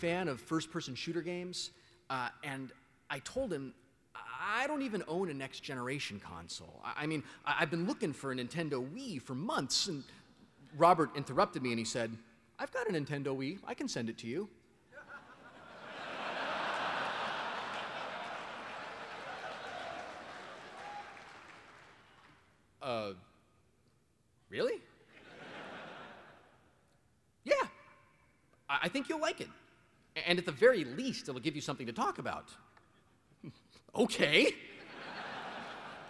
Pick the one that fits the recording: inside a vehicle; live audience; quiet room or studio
live audience